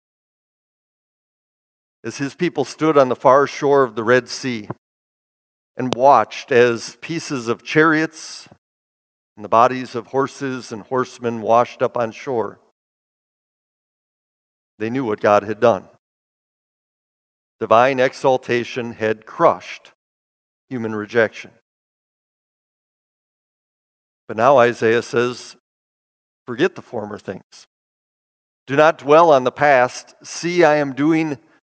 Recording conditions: large echoing room